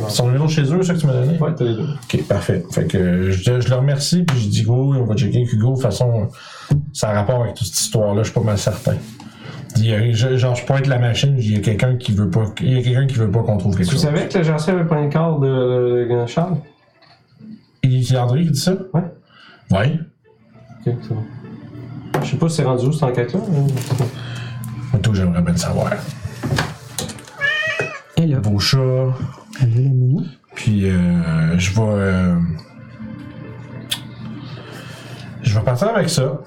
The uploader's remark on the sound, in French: Vous remarquerez que nous avons eu quelques problèmes de son pour cet enregistrement.